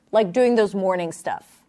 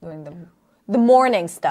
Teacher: The stress word is morning, but it didn't get the presence that it needed. · Shown in: first take